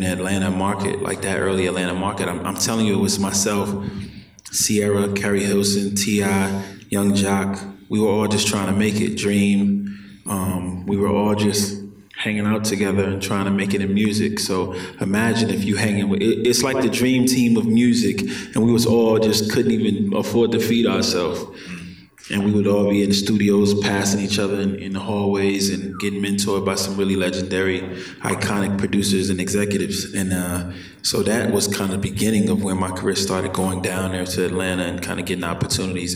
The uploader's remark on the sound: Amplifier is filmed and recorded in front of a live audience at the Radio Milwaukee studios in Milwaukee, Wisconsin.